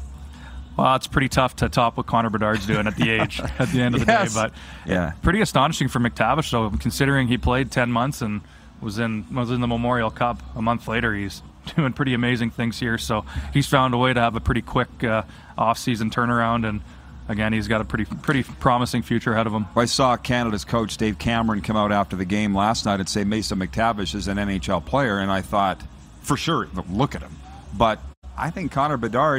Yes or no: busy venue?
yes